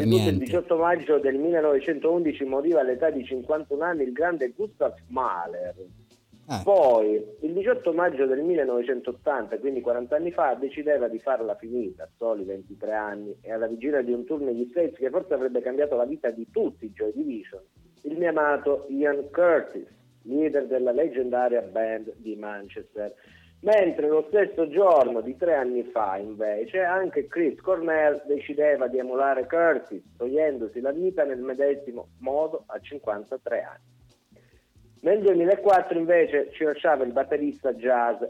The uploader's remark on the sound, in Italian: Al telefono